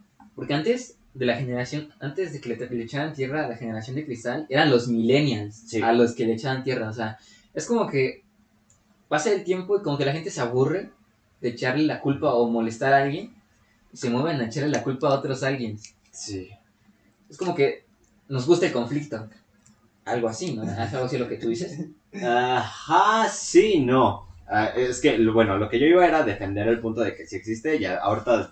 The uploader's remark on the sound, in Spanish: Esta mocho el capítulo :,c. Culpa de quien estuvo manejando la grabación.